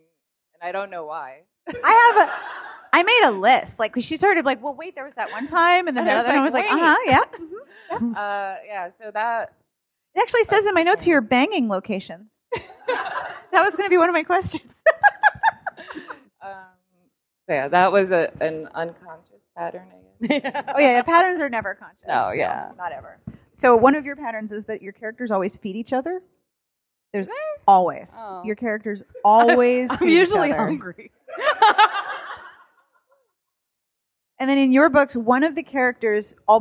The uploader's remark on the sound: Thanks to Politics and Prose on the Wharf, I have the audio of the November 29, 2017, panel.